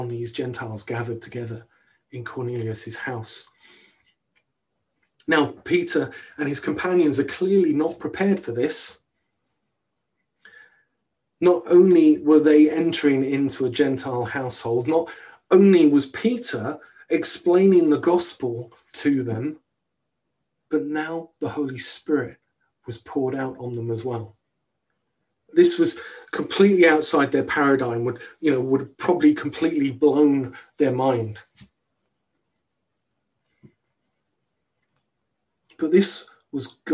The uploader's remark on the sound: On 28th Februay 2021 at King's Church, Cockermouth, as an audio file.